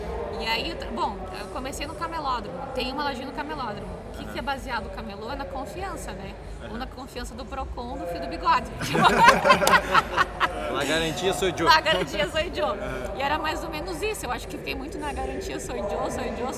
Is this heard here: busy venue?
yes